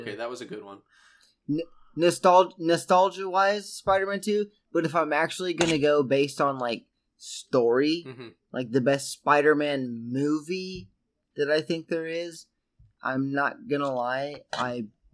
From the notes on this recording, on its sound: There is a weird echo present throughout the episode so apologies for that.